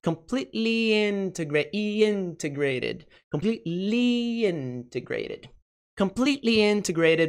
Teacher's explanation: Então você aproveita o som de I e só junta.